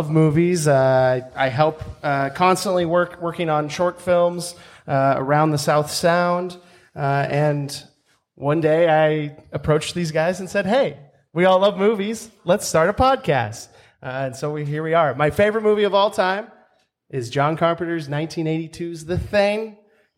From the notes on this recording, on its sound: Sit down with a live studio audience on site at the Grand Cinema in Tacoma to preview the 17th Annual Tacoma Film Fest.